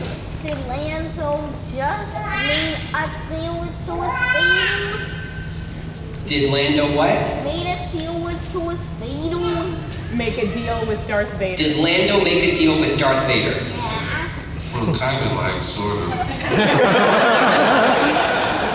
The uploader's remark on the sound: a Q and A panel from last years Kansas City Comic Con